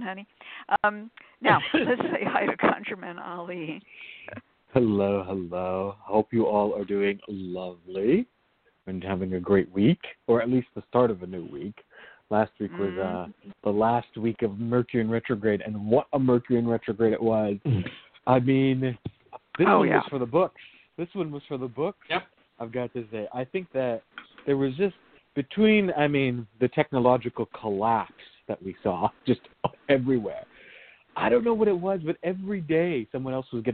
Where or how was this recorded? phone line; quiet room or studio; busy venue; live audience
phone line